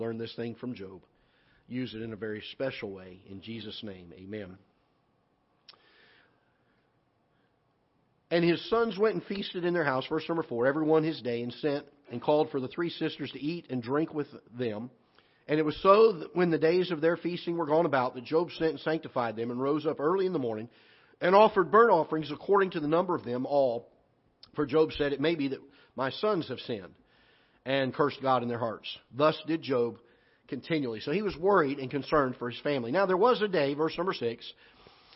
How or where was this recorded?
large echoing room